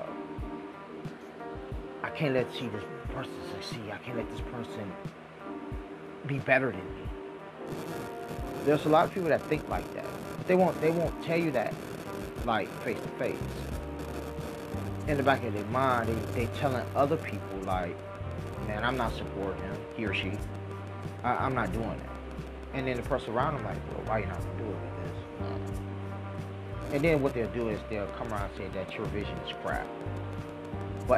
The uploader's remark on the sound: By the way sorry for the fan in the background of this episode.